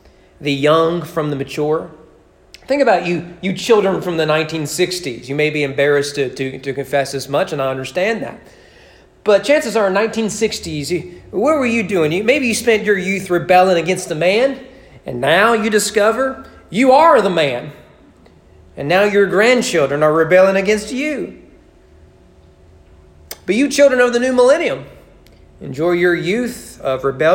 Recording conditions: large echoing room